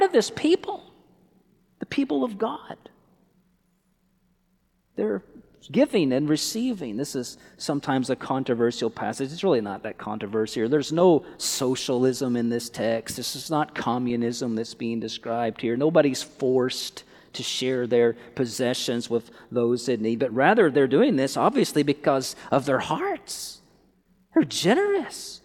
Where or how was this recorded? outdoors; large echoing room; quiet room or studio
large echoing room